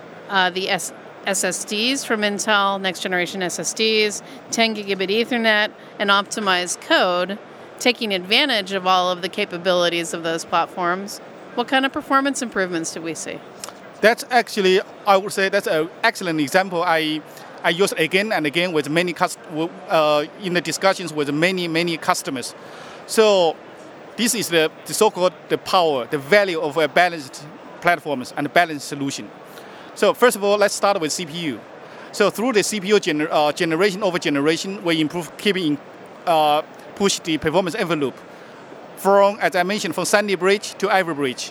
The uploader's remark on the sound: Live from HP Discover